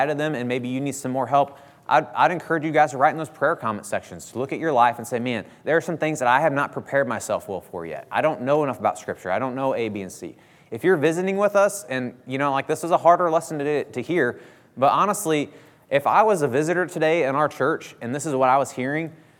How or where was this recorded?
large echoing room